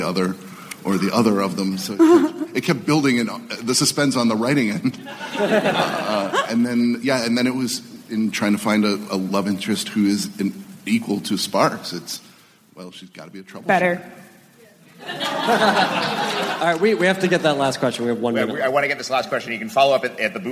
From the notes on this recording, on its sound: The TAH Panel from C2E2. Recorded Live 4/27/2015 at C2E2, Chicago.